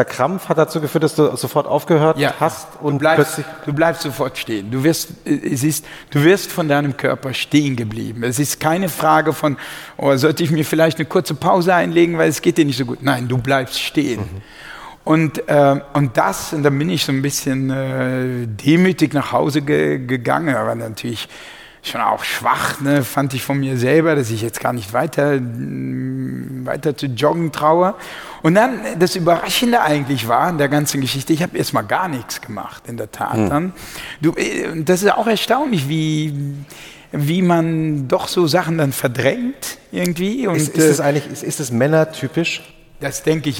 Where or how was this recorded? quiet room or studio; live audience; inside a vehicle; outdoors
live audience